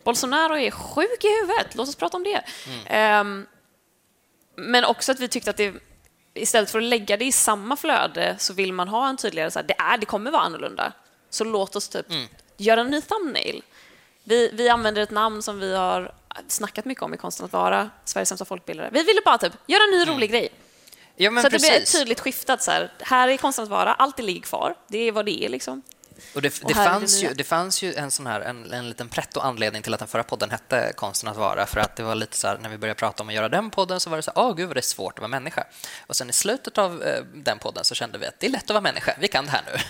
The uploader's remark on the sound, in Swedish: Live från Poddfest 2022. Diskuterar framför livepublik. Med äkta pålagda skratt.